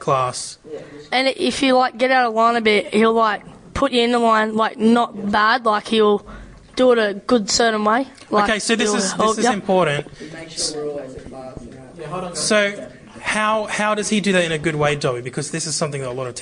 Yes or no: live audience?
yes